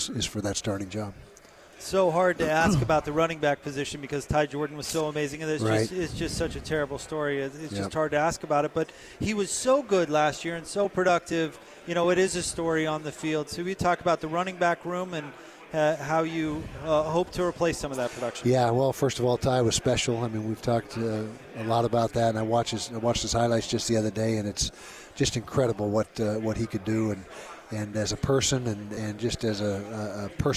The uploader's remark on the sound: LIVE from Pac-12 Media Day in Los Angeles, CA.